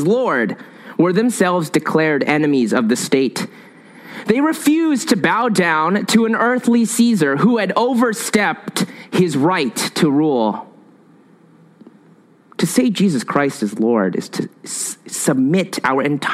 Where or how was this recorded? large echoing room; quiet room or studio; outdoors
large echoing room